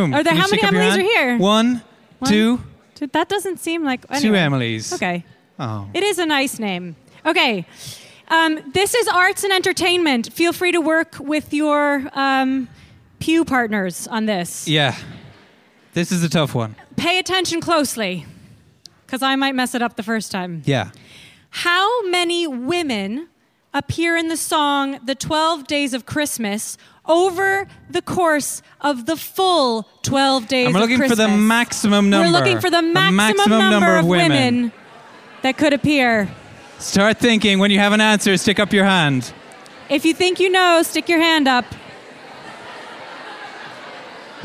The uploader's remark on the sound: Live at Yer Only mBan